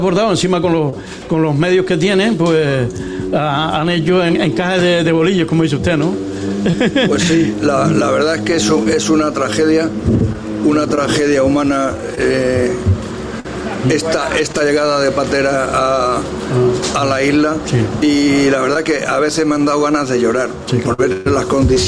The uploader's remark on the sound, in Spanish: En directo esta mañana desde el Boomerang. Este acto de reconocimiento está organizado por Radio Insular y Bar Cafetería Boomerang.